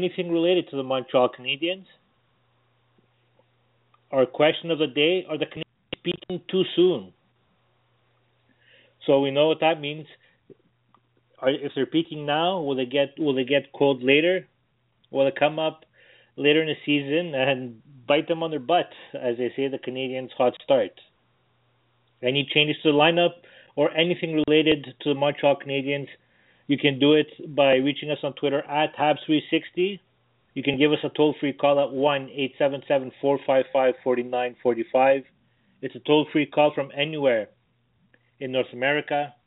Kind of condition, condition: link, phone line